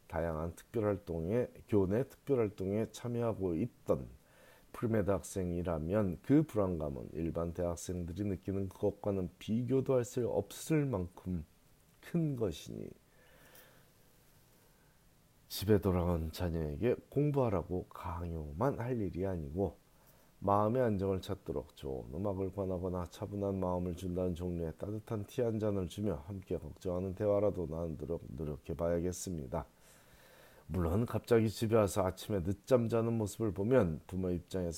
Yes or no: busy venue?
no